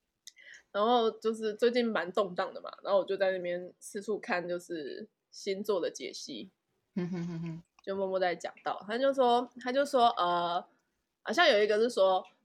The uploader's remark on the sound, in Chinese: 這次錄音遇到比較多問題，所以剪輯調整花了比較多時間。